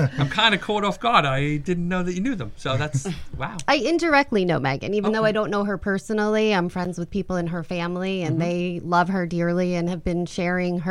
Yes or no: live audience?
no